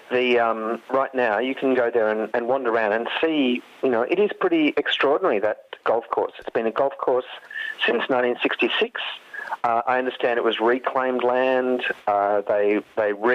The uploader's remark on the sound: Is joined on the line.